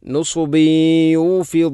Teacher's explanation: ബ എന്ന അക്ഷരത്തിൽ കസ്റു തൻവീൻ, തൻവീന് ശേഷം യ വന്നാൽ ഇത് ഗാം നാഖിസ് എന്ന നിയമമാണ്. അവിടെ തൻവീനിനെ യയിലേക്ക് കൂട്ടി ലയിപ്പിച്ചുകൊണ്ട് ഷദ്ദില്ലാത്ത രൂപത്തിൽ ഉന്നത്തോടുകൂടി ഓതണം